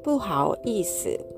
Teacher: HAO 第3声低く沈む音そしてその後 YI が第4声で SI の形